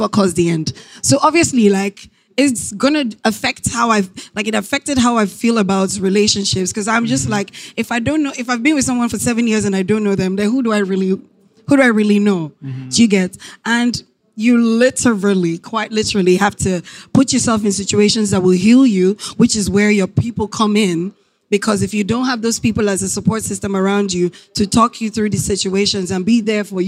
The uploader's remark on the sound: LIVE at AfricaNXT